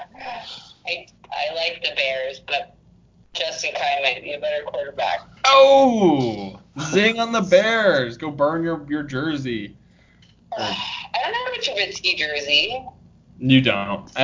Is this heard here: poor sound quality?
yes